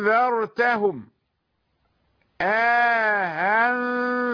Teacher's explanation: لا تقل آها بالهاء الصريحة، هو تسهيل بين أنذرتهم، التسهيل بين الهمزة والألف، هذا هو الإدخال مع التسهيل